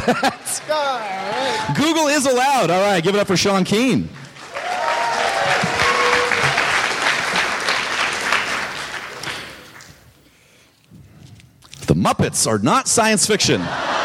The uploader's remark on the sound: Recorded at San Francisco Sketchfest, January 30, 2014.